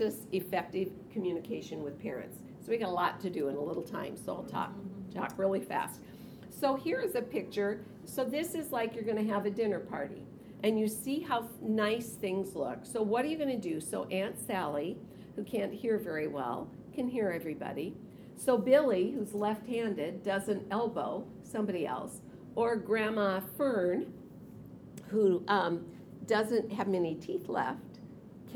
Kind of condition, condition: setting, live audience